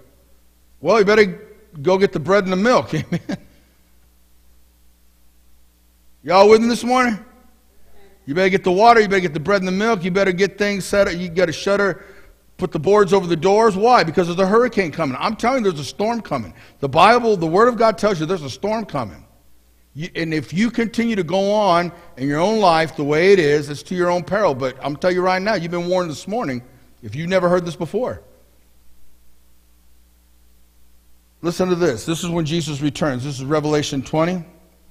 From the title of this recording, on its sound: Mt. Zion Church Live!